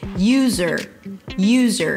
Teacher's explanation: You start with the word you and then you shift to the z sound.